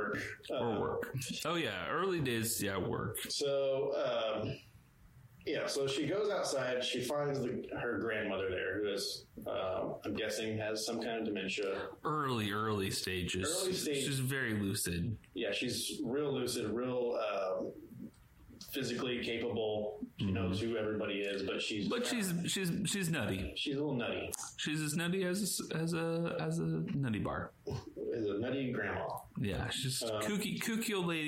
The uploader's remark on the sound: One of our mics broke... This audio sounds questionable at best.